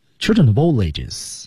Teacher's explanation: of 和 all 又连读， all 和后面的 ages 连读，所以四个单词彼此全都连读